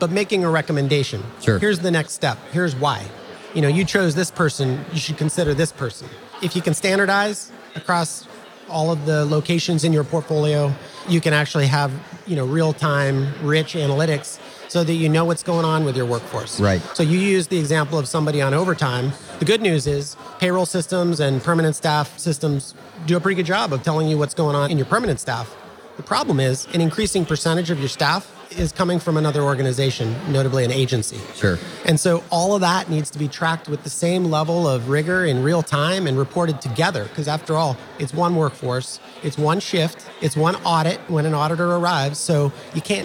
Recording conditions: busy venue